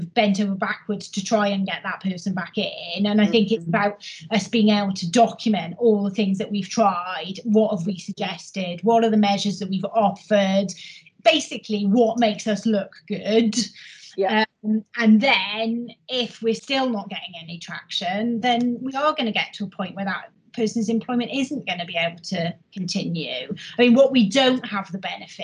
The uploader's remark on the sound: we held another virtual HR Insights webinar in November